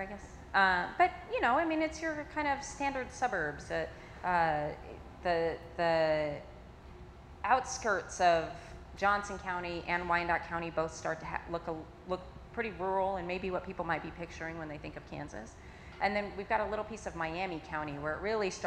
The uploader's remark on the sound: The very first live episode of Broadband Conversations. Sat down with a live audience.